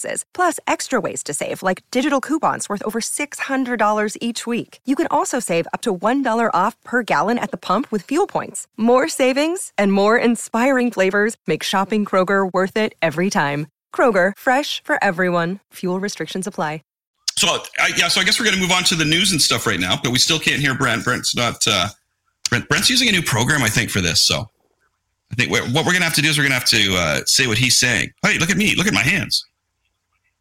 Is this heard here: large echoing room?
no